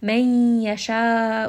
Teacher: We see a noon sakin followed by the letter ya, so I will merge this together and I will give it some ghunna as well. Man yasha, ooh, this is a 4-count mad. · Term: idgham with ghunna